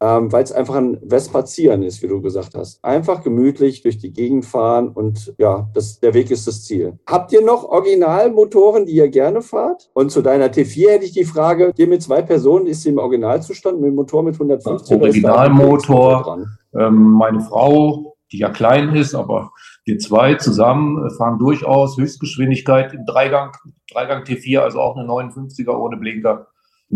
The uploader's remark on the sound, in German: Für die Episode 11 war es mal wieder ein „virtueller” Besuch über Zoom“.